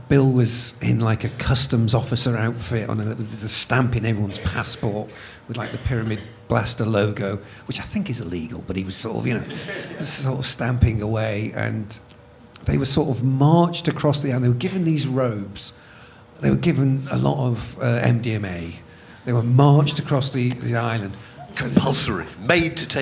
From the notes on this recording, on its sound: This podcast was recorded in front of an enthralled audience at 21Soho in London.